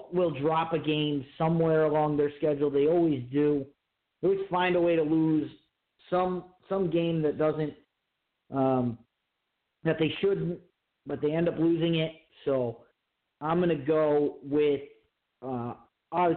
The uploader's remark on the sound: live phone calls